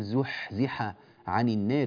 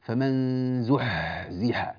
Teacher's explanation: بعض الناس أيضا يجعل الحاء يعني عميقة جدا في مخرجها فيخرج معها صوت زائد · Shown in: second take · Term: حاء يعني خشنة جدا